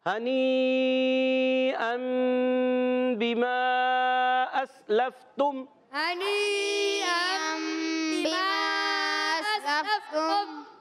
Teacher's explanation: ہنی پہ مد ہے، یہ بڑی مد ہے، مد متصل ہے، اس کو کھینچنا ہے. دو ڈھائی الف ڈھائی الف کھینچیں گے.